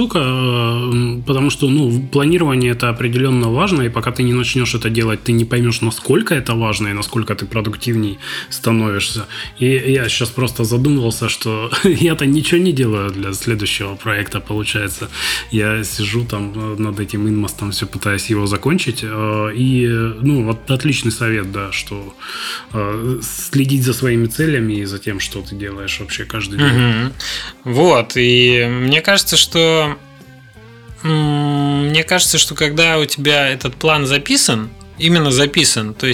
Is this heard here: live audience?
no